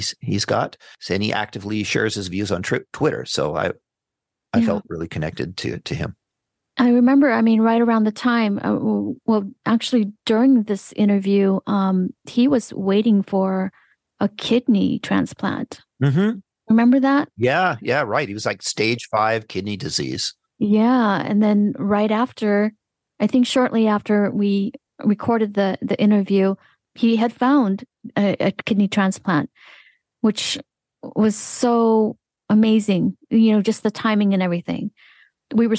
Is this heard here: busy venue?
no